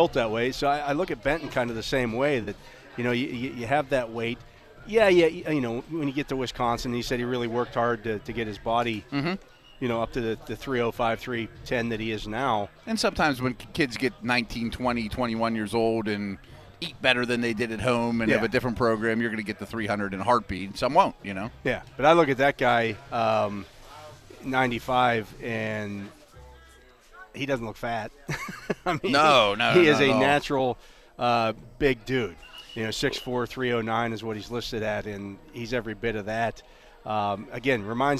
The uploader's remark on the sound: Live from Day 2 of Steelers OTAs. Live from the UPMC Rooney Sports complex for day two of the Steelers OTAs.